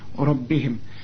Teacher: عند ربهم الراء هنا مفخمة والباء هنا تكون أكثر رقة لأنها مكسورة